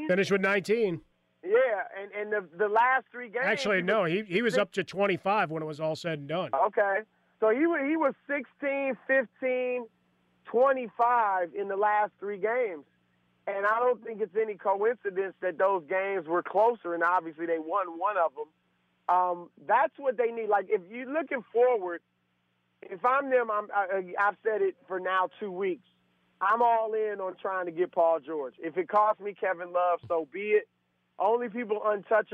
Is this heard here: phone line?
yes